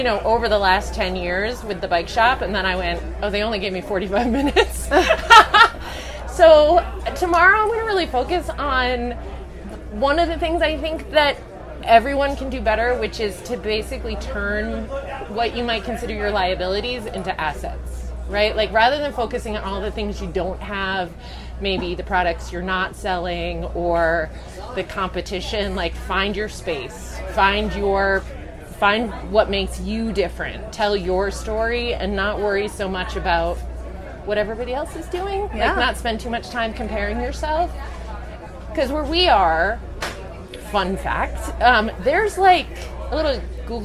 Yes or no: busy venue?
yes